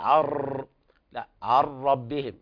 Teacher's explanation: يعني لا تقول عر، لا عر بهم، يعني تنطق راءين، راء ساكنة وراء متحركة، تقول عر بهم هكذا. · Term: المبالغة في التكرار